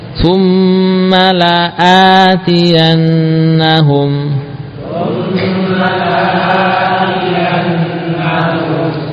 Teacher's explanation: Hamzah dipanjangkan dengan alif la a ya.